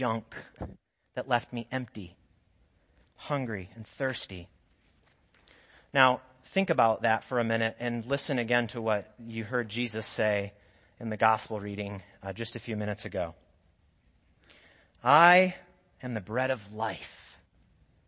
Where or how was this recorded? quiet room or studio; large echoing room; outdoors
large echoing room